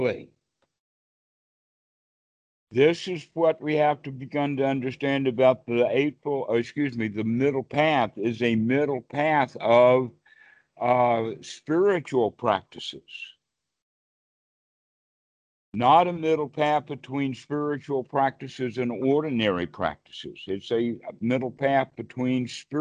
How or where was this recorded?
video call